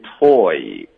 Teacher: 我们就会进入到一个 o，然后滑到一